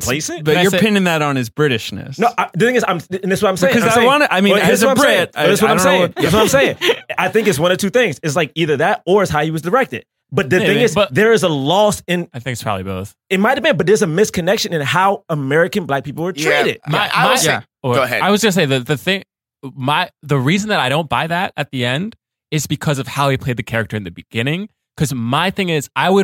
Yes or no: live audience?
no